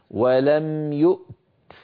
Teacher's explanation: فننطق همزة ساكنة ثم تاء شديدة ثم مهموسة